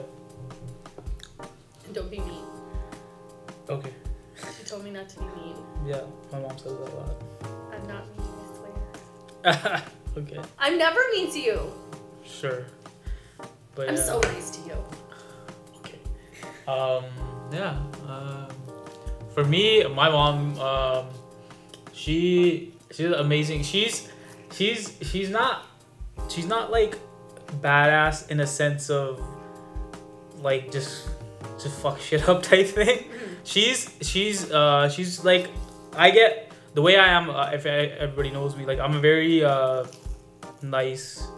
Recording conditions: background noise